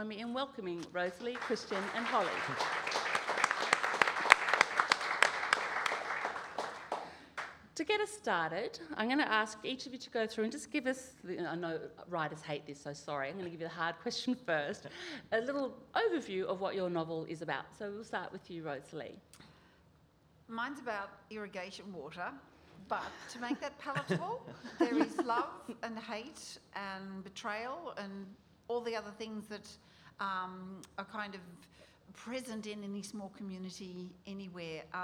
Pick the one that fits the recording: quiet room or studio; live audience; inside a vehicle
live audience